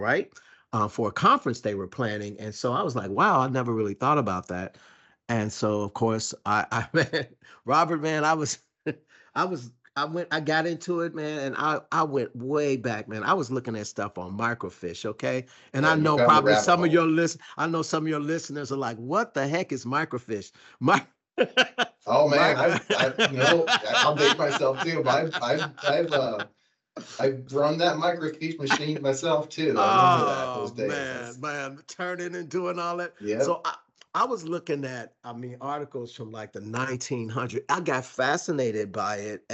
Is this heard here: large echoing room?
no